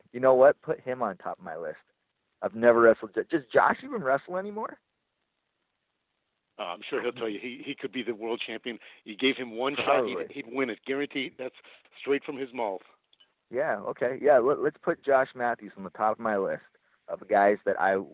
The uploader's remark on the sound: Impact Media Call. Impact Wrestling Media Call.